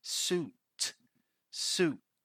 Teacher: We don't pronounce this diphthong here as sweet. We pronounce it as oo. Oo. So suit.